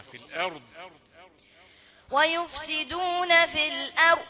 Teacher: وبين الراء مفخمة في الأرض